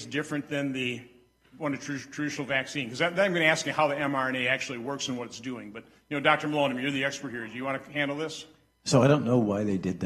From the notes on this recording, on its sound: a live event at Hillsdale College in Washington D.C.